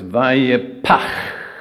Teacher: First of all, there's the explosion, and then there's the long, drawn-out, outgoing breath.